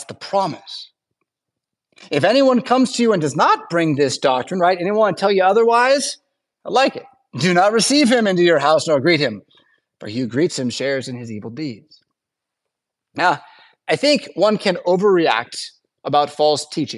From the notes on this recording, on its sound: Preached at St Paul Lutheran Church , Rockford, Illinois on Wednesday December 20th, 2023.